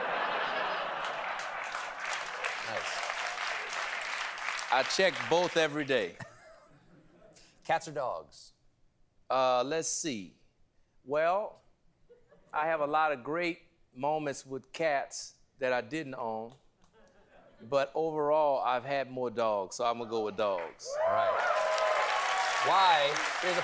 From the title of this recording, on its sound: LIVE Monologue